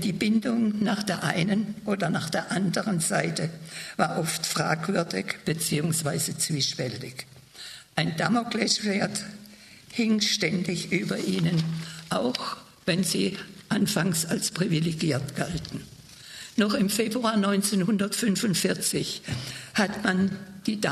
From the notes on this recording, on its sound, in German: eine Aufzeichnung des Zeitzeugen-Vortrags